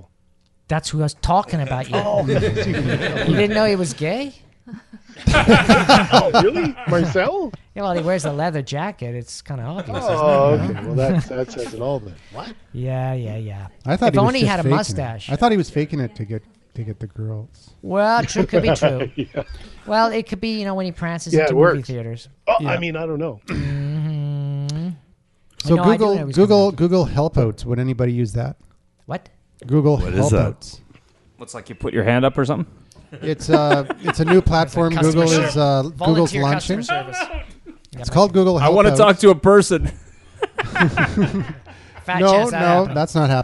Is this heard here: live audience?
yes